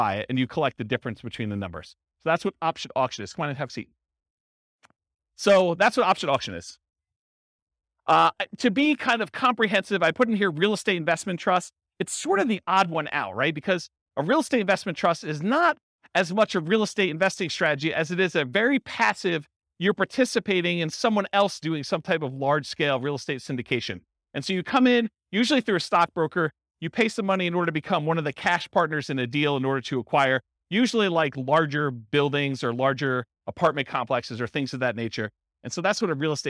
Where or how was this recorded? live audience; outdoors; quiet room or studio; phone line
live audience